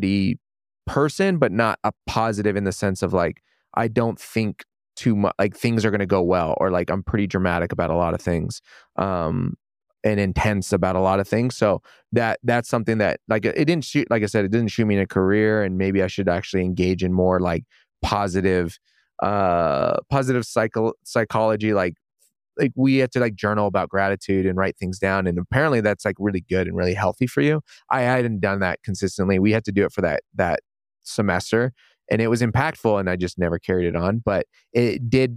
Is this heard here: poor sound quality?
no